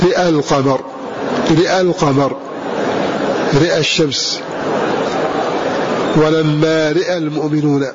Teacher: يميل الراء فيه شعبة وحمزة، ولا يميل أحد فيه همزه · فالذي يمال هو الراء · Term: تميل الراء